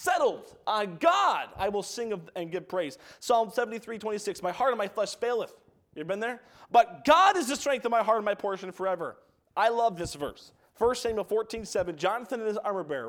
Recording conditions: large echoing room